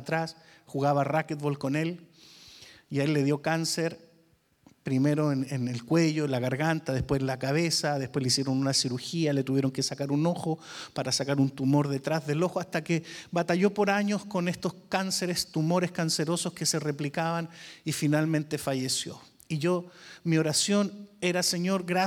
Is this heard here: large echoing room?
yes